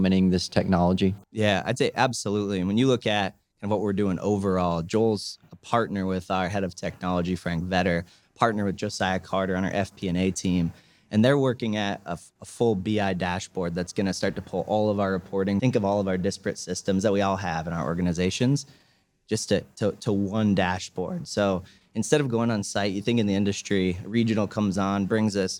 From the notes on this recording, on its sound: This episode was recorded at SMASH Sales and Marketing Summit 2023.